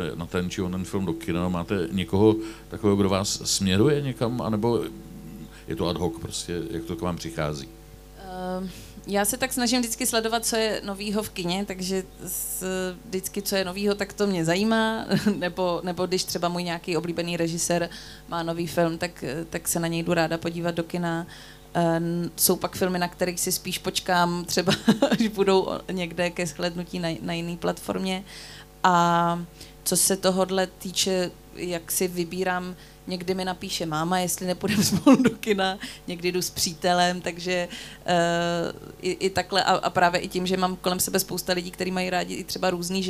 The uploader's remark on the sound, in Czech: Zlín Film Festivalu. Přišla do Festival Cafe na rozhovor.